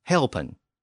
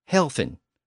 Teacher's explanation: Well, the same word in modern German is helfen, with the F sound. So the modern German word reflects this later P to F sound shift